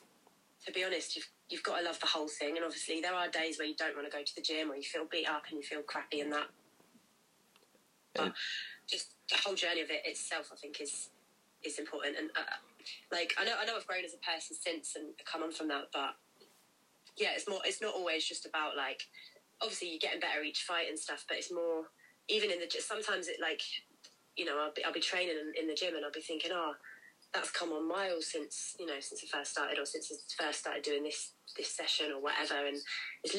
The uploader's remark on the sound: via phone call